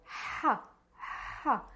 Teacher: Nothing happening in the mouth. Your tongue is relaxed and the sound is really coming from your throat. · Term: throat letter